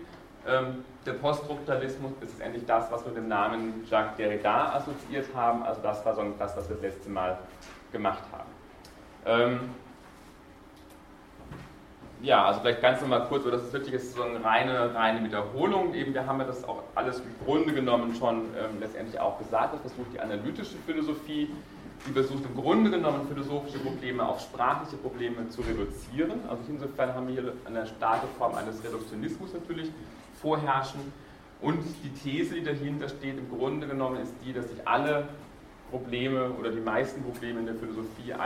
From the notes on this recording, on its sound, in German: Diese Vorlesung wurde von Studierenden aufgenommen